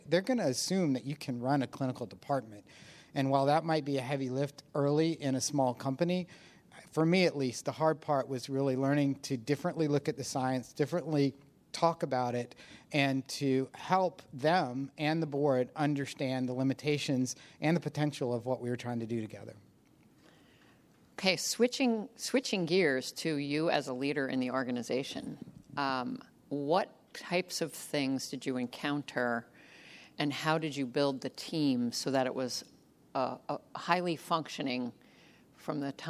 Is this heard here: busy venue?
yes